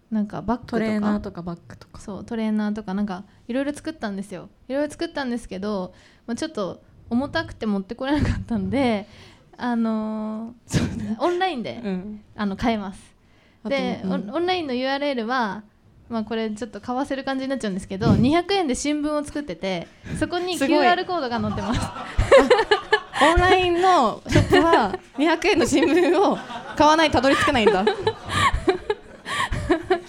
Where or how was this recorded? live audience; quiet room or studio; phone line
live audience